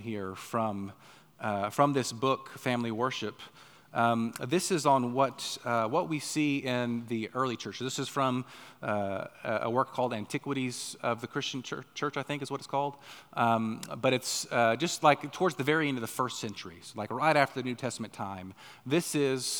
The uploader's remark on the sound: On the morning of January 14, 2024, at Chaffee Crossing Baptist Church in Barling, AR.